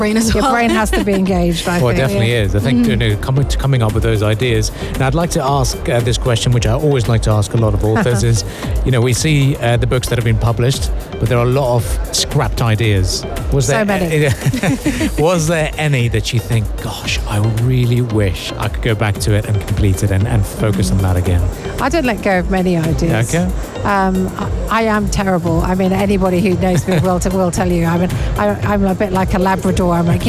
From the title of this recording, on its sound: Live from SIBF 2023